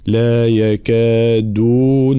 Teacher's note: بيان الجهر والشدة في حرف الدال